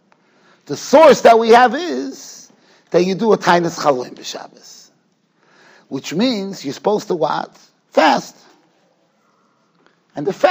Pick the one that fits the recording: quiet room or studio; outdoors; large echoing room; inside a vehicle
large echoing room